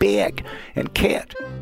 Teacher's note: you don't hit ah, you hit something like eh